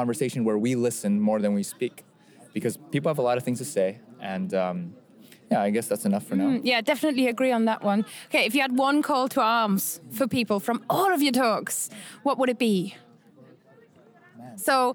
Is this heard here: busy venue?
yes